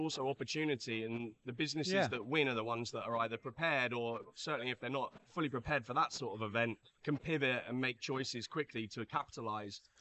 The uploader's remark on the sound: We are back at The Business Show 2022, and doing podcasts live from our stand.